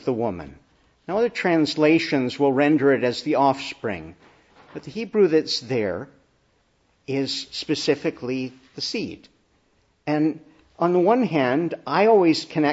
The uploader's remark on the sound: Preached in the Annunciation of the Blessed Virgin Mary, Ottawa at the Easter Vigil.